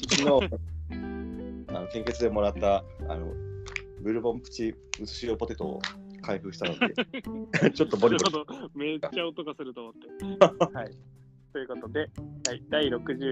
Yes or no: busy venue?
no